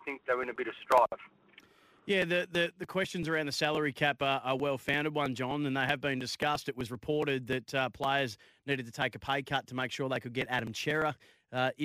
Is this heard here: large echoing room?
no